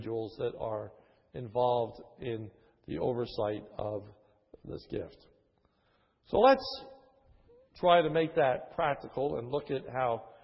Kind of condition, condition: setting, large echoing room